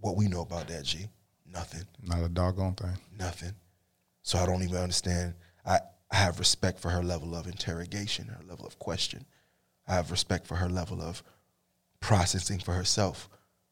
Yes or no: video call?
no